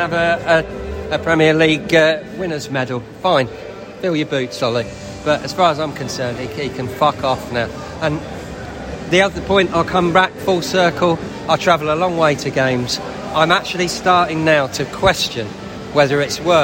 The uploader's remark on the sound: post-match podcast from the stands